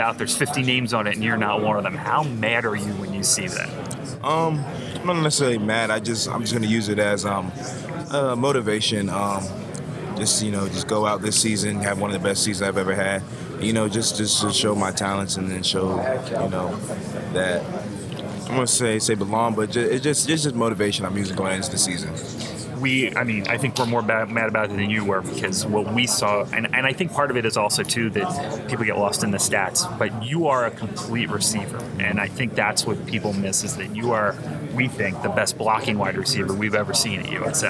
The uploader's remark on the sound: recorded live at AAC Media Days.